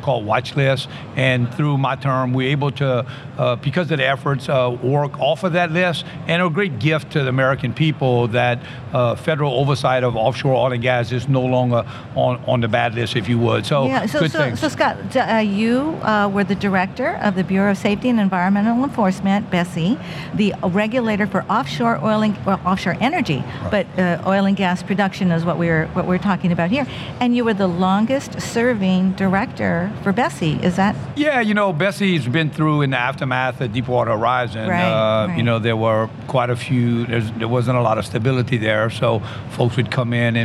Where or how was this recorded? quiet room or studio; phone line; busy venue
busy venue